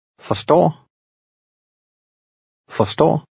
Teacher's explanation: In number 19, you'll hear the short sound of this vowel when it's followed by two consonants. The RS combination usually makes the R lightly pronounced.